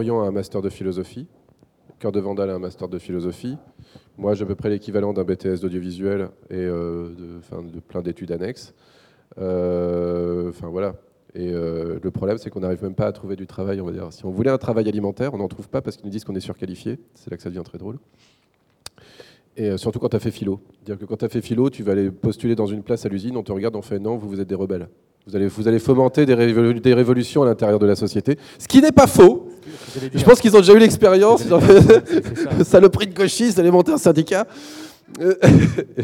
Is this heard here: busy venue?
yes